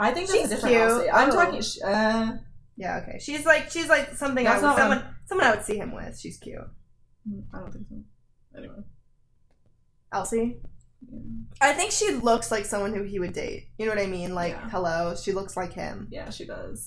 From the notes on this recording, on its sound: If you hear microphone issues.